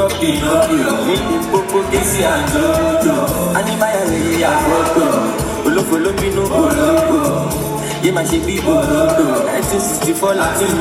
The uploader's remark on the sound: Live at Flavours & Vibes Unplugged - August 31, 2023